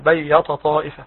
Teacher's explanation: في الآية التي بعدها في قوله تعالى بيت طائفة، نجد أن التاء المرققة جاورت الطاء المفخمة. فيخطئ البعض فيفخمون التاء نظرا لتفخيم الطاء. فيقولون بيط طائفة.